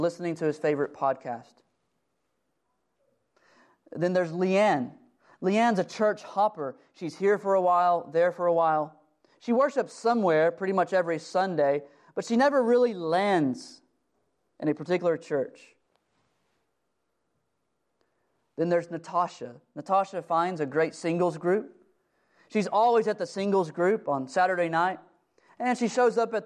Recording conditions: large echoing room